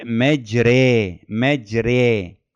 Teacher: حالة بين الآ والإي، بين الألف والياء، حالة الإمالة